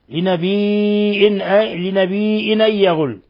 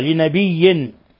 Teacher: قرأ نافع وحده بالهمز لنبي إن، لنبي إن، لنبي إن يغل. أو قرأ وقرأ الباقون بالياء مشددة لنبي.